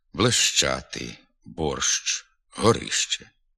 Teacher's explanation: буквою «ща» ми позначаємо два звуки «ш» і «ч». І тут звук «ч» вимовляється твердо.